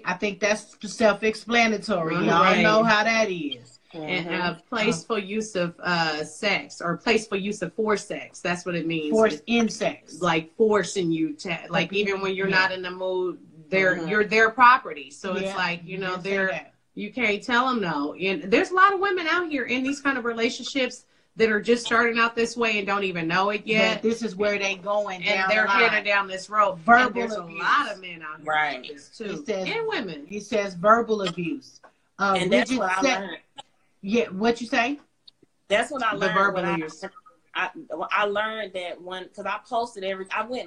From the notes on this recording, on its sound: the hosts have a discussion on Instagram Live